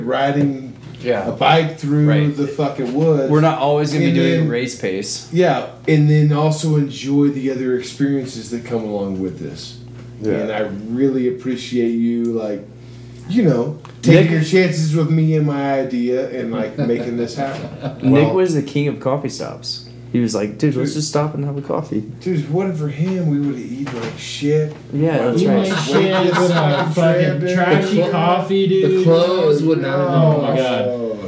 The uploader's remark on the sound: Here’s a sit down from the Elk Mountain Cabins over a bottle of Bourbon. Bare with us as I did not have enough microphones to individually mic each person and we were in a kitchen. Everything that should be audible is, and some things that shouldn’t.